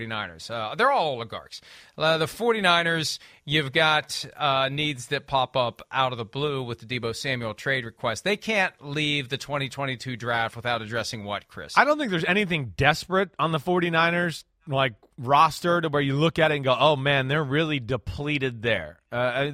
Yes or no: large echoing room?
no